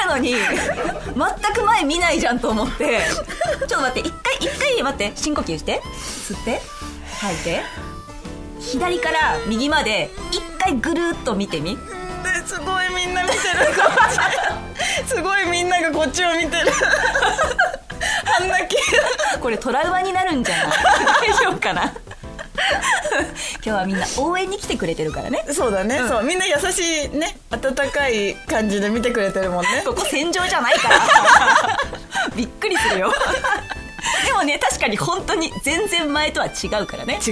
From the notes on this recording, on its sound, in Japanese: 番組初となる公開収録が開催されました